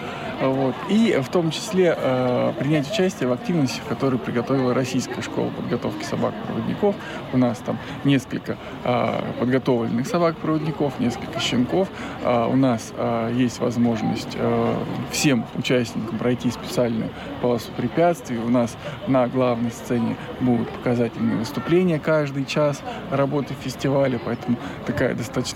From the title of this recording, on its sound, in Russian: Актуальный репортаж. Мероприятие, посвященное Дню фронтовой собаки, состоявшееся в московском парке «Торфянка»